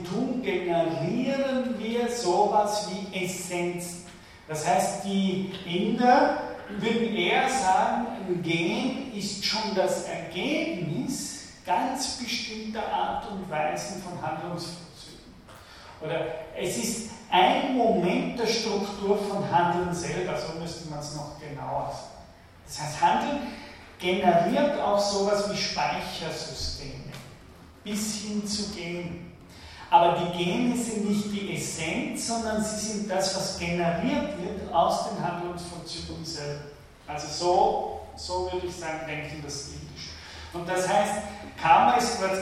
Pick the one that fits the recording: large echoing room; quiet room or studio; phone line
large echoing room